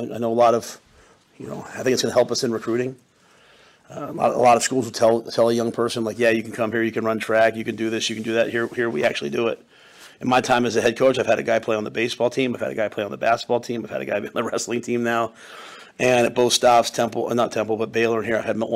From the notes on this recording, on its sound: February Signing Day Press Conference (2/7/24)